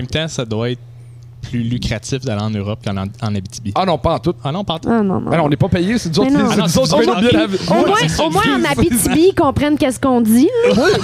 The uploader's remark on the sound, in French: Un merci particulier au Le Paramount et Gabitibi pour m'avoir permis une seconde fois d'enregistrer un Podcast dans leur établissement!